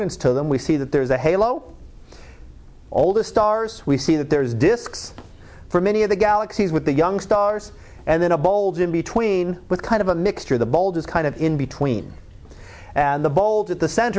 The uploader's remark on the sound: Live Class Lecture